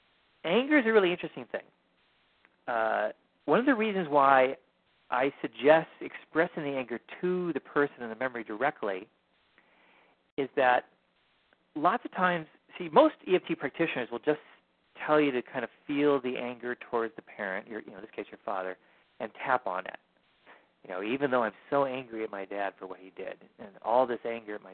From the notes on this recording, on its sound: Finding Love Live Q&A Calls.